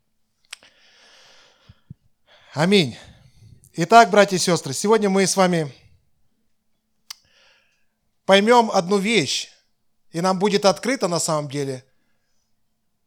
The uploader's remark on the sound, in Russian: Запись воскресного служения Церкви в Евпатории.